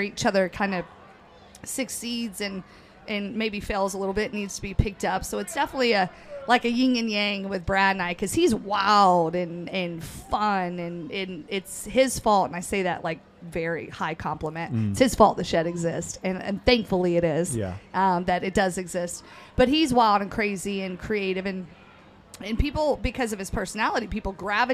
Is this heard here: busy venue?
yes